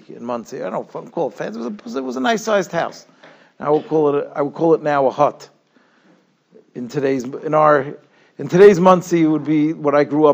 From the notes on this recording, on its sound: Shiur recorded in Yeshivas Ohr Reuven, Monsey, NY.